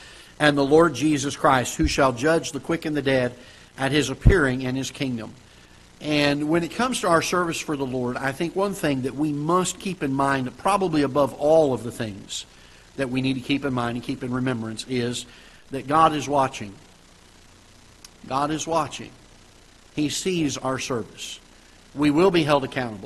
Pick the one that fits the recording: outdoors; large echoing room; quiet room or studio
large echoing room